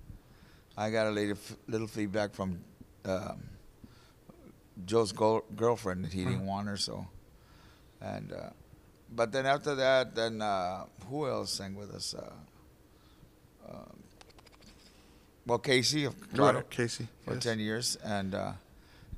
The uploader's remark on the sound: We recorded this interview at Most Precious Blood Catholic Church in Corpus Christi in December 2012.